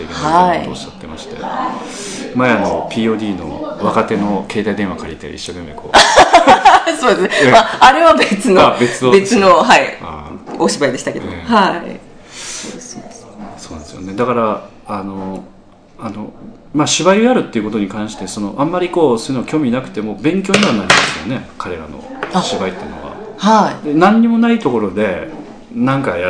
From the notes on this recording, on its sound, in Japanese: 客演の方々と飲み会をさせていただきまして、その際に収録させていただきました録音です。